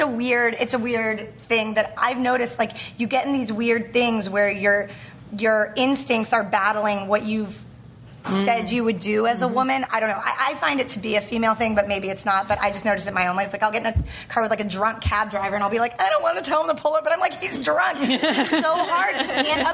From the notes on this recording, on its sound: ATX Television Festival 2012. Recorded June 2, 2012 at the ATX Television Festival, Austin TX.